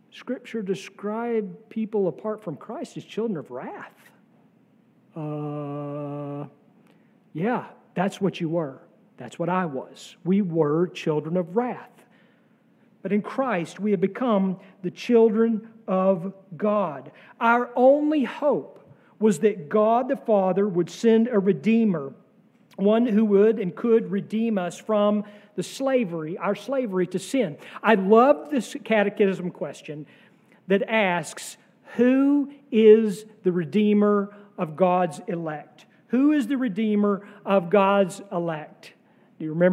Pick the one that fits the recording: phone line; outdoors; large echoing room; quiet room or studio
large echoing room